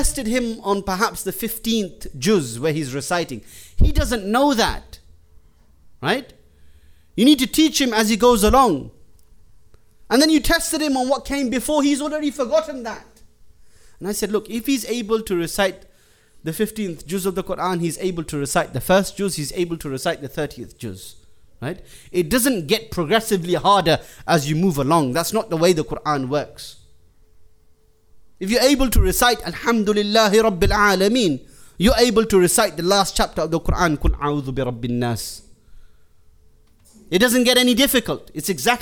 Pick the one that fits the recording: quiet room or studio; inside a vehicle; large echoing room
large echoing room